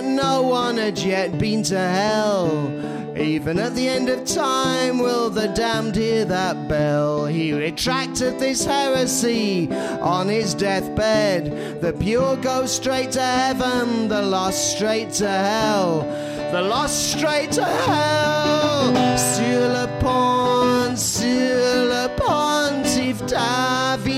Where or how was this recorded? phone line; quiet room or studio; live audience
live audience